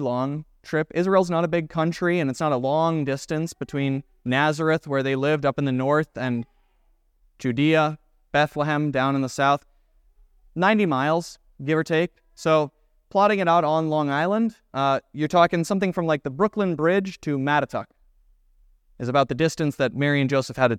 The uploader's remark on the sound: was preached at Grace of God Lutheran Church on December 24, 2023